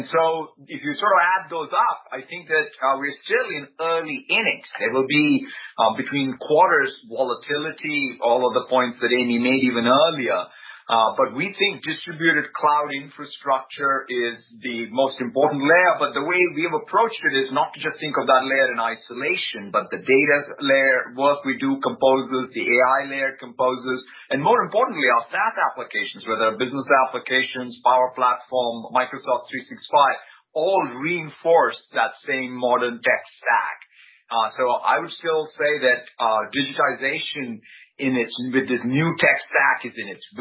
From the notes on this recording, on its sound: Conference Call